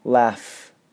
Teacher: when we come to the end of the word, we make that F sound and the air is released and then it just slowly tapers off. Laugh. · Term: final F sound